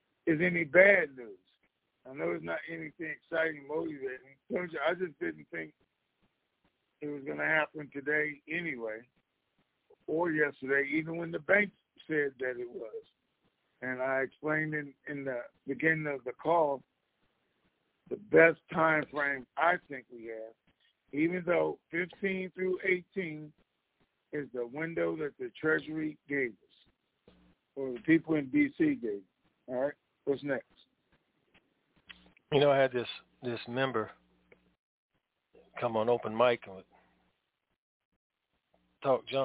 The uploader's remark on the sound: TNTSuperfantastic Conference Call.